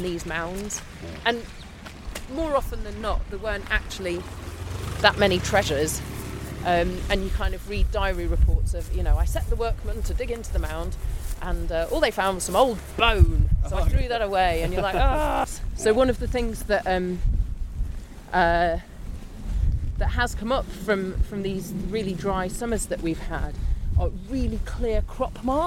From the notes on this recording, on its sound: On a circular walk from the stone circle at Avebury onto mysterious Fyfield Down before walking along the Ridgeway to magnificent West Kennet Long barrow.